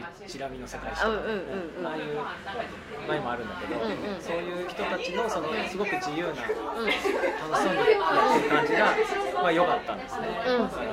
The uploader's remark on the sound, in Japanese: 東京都台東区・カヤバ珈琲での収録です。天気は晴れ。背景に人の声がありますが、それも味わいとしてお聴きいただければ。